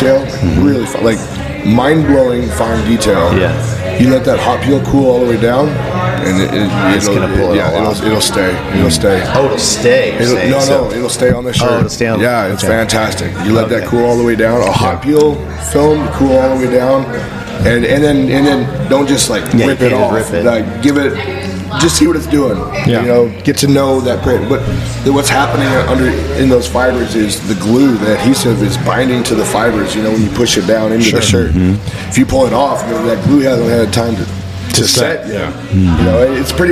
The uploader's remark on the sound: LIVE from Long Beach ISS